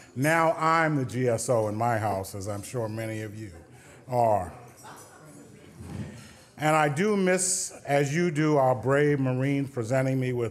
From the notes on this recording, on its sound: At the Council of American Ambassadors' Spring Conference